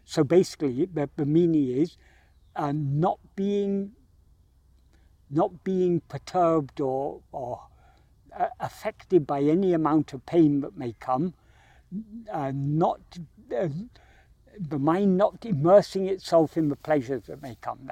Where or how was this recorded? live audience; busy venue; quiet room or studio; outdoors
outdoors